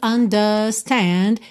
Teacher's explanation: understand, sem enrolar o R em understand